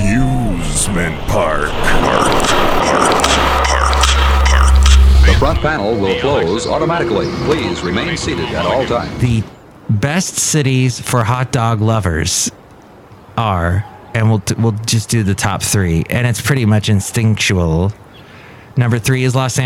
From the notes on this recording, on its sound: podcasts live from Café Anyway